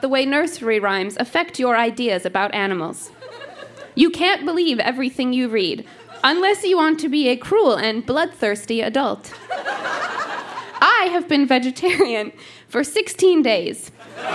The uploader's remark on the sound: Recorded live at the Tranzac in Toronto, ON.